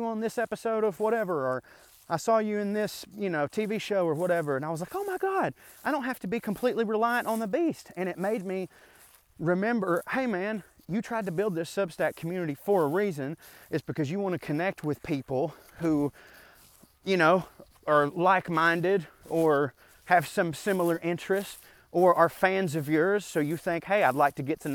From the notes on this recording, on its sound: a rant I went on while walking through the woods